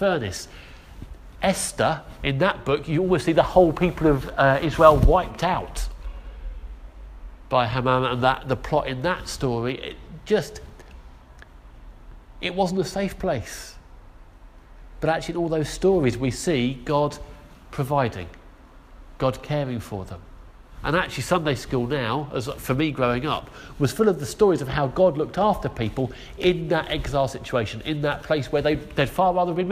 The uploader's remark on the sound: Our sermon from the 9am service